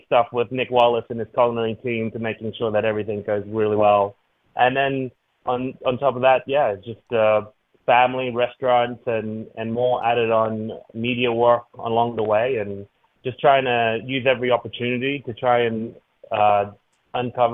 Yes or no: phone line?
yes